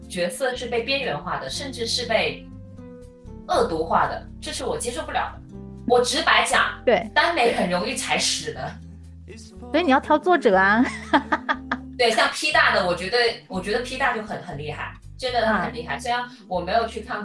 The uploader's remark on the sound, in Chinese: 主播本期声音可能听起来有点冲，因为电脑收音问题，她基本靠喊